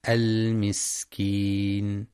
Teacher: وفي كلمة المسكين ينتبه لبيان صفة الهمس والصفير في السين